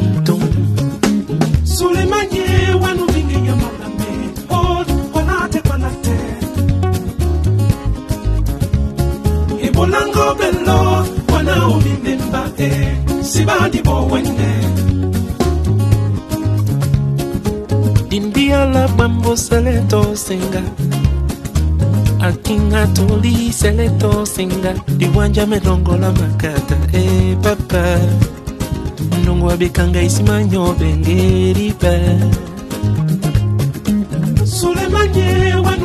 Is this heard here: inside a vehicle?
no